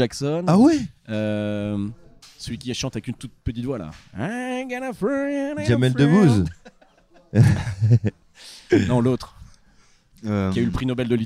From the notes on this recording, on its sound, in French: Un épisode enregistré en live au "BDF" de Caen.